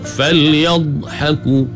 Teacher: Di tepi ni pula sengit ke beberapa batang gigi geraham di belah kiri ataupun kanan. Makhraj bagi huruf dhad ni, dia memanjang, ada sifat istitalah bagi dhad.